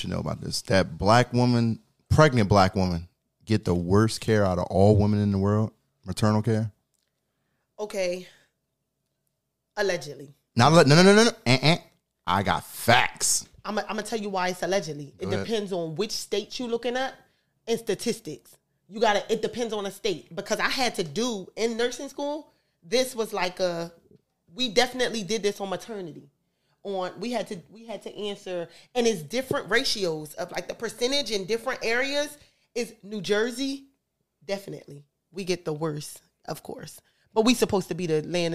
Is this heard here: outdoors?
no